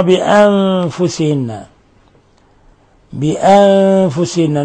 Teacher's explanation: نون ساكنة جاء بعدها الفاء تخفى فيها، إخفاء حقيقي. بأنفسهن، ونون مشددة تغن مقدار حركتين.